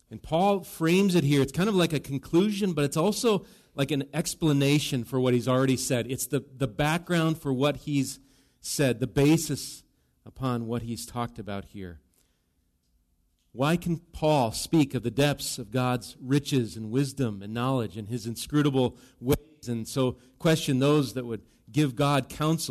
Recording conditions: large echoing room